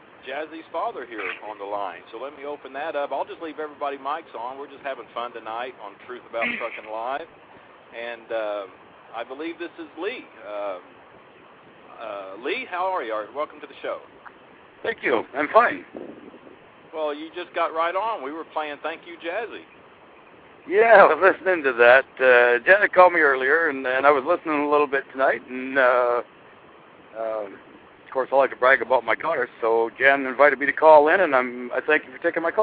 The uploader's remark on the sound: Open phone lines for whatever trucking topic is on your mind.